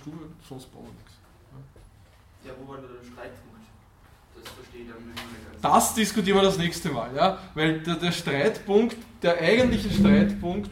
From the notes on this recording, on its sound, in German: Diese Vorlesung wurde von Studierenden aufgenommen